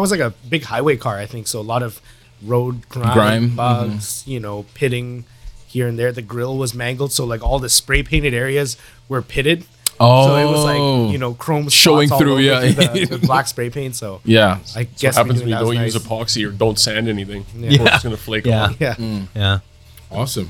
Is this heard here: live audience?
no